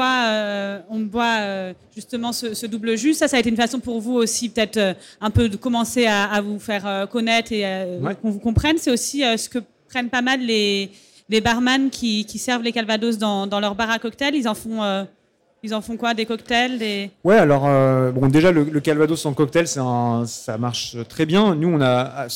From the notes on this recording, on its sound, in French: Sur la Scène Liquide Omnivore Food Festival 2021.